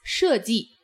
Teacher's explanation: That's two fourth tones